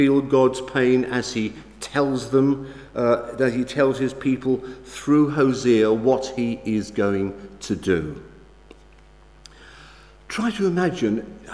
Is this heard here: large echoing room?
yes